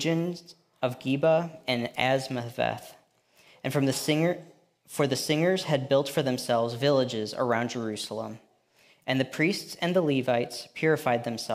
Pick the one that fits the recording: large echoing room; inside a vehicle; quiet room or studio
large echoing room